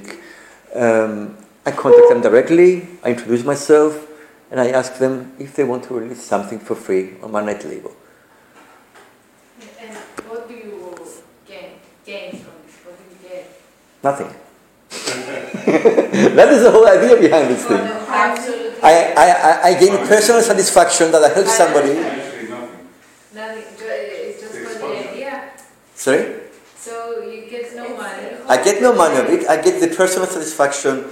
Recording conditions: large echoing room